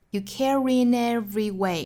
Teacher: care 和 in 连读，我们读出一个小小的 r 的音